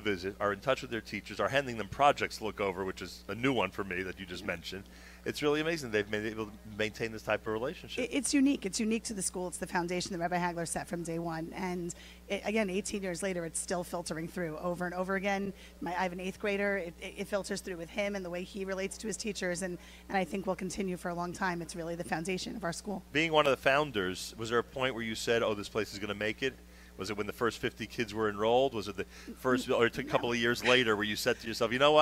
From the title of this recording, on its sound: Live from Yeshivat Noam Yom Ruach